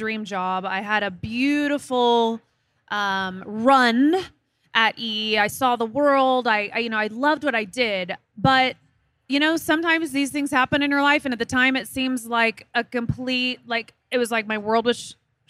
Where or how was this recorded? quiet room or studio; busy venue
busy venue